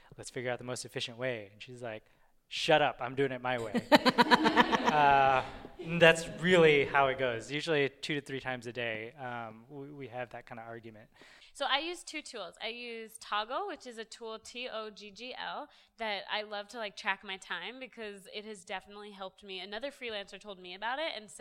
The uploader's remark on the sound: As well as a live Q&A from our amazing listeners. A Q&A with our live audience.